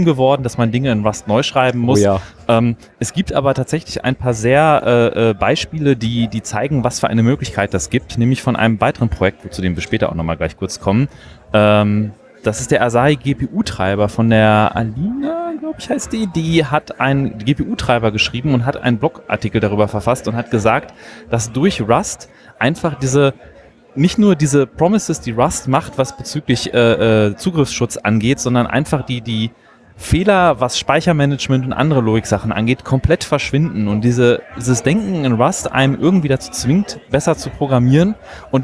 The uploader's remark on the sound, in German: Die LinuxLounge von TheRadio.cc Live vom Congress mit Einblicken und spannenden Infos und der Stimmung vor Ort. Aus dem Sendezentrum. 37C3 Spezial.